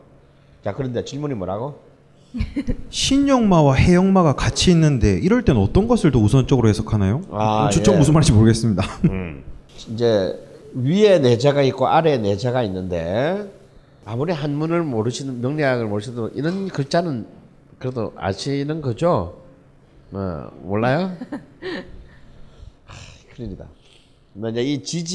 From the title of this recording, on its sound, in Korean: 우리는 여전히 뻘쭘한 공개방송 중입니다